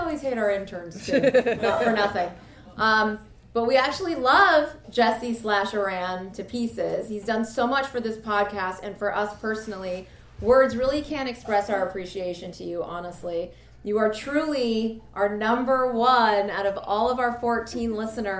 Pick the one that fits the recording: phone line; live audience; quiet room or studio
live audience